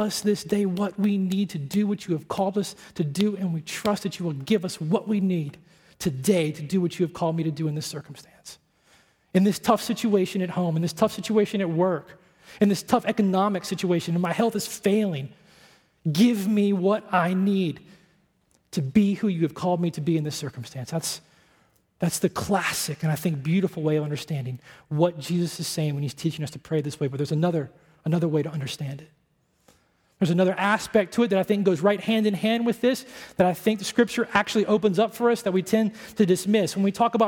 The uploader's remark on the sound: at Redemption Hill Church on Sunday, January 24th, 2010.